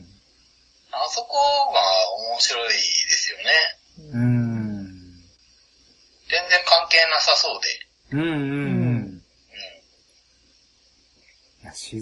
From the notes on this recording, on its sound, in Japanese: 今回は、収録環境の関係で音声が悪く、お聞き苦しいところもあるかと思いますが